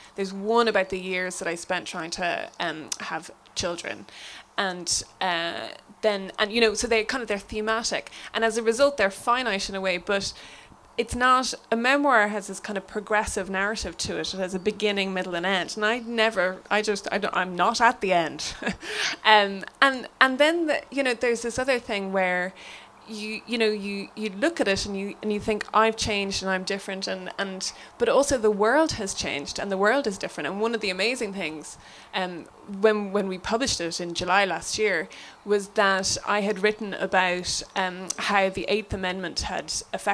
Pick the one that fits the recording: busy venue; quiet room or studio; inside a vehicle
busy venue